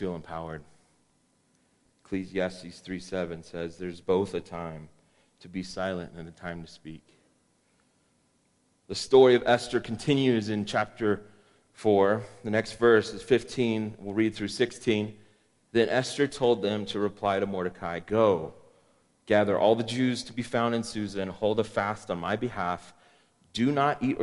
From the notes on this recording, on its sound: Woodland Life Church Live.